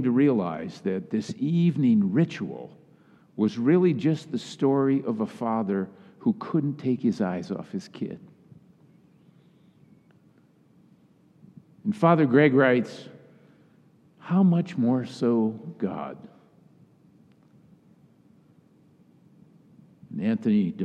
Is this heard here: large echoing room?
yes